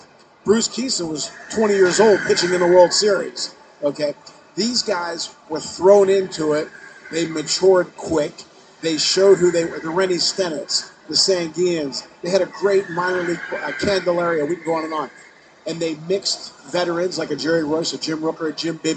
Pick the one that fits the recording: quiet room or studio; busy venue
busy venue